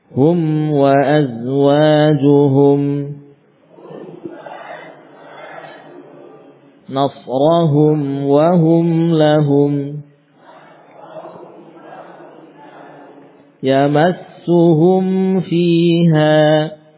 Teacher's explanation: mim sukun tetap dibaca izhar walaupun bertemu dengan wawu dan fa